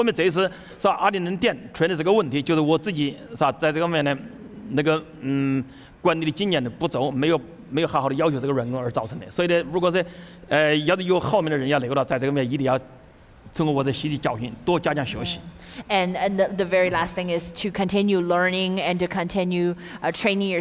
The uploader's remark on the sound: Taped at Richmond's historic Hippodrome Theater, where a sellout crowd enjoyed a four-course dinner.